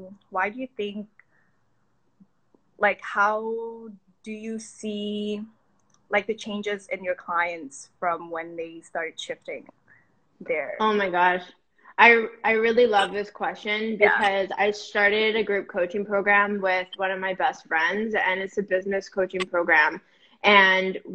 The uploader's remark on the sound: Today's episode is the recording from an IG live conversation